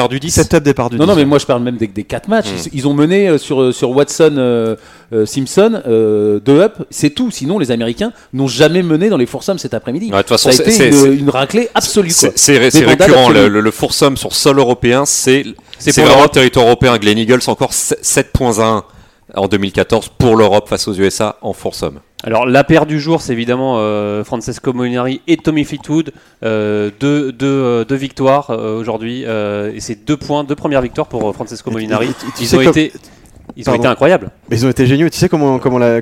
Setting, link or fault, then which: setting, busy venue